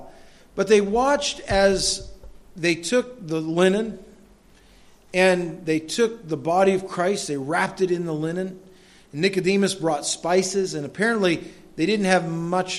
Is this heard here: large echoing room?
yes